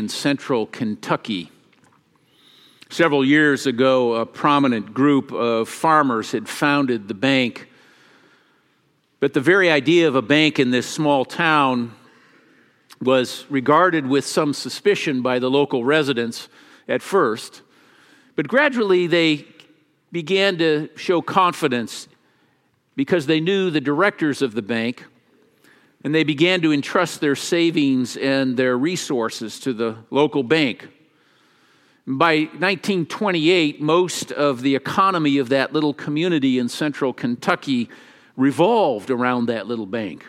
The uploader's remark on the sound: Easter message delivered during the Traditional Worship service.